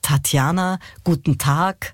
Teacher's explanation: Also hier schöne aspirierte Konsonanten. Aspirare heißt behaucht. Also das H nach dem T hörbar machen.